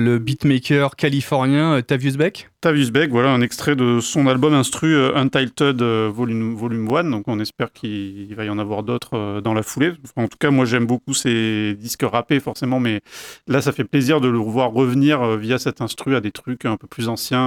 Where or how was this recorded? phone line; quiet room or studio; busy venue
quiet room or studio